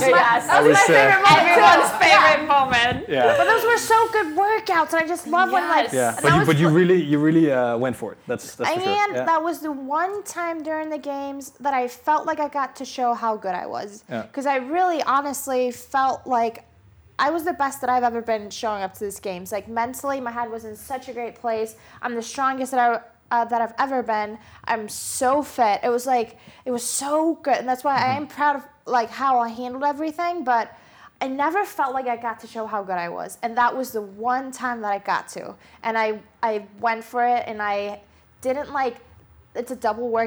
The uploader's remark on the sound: It was recorded during Reebok Butcher&#039;s Classics 2019, a traditional Danish CrossFit Competition. It was recorded during Reebok Butcher's Classics 2019, a traditional Danish CrossFit Competition which this year brings back CrossFit to Ballerup Super Arena.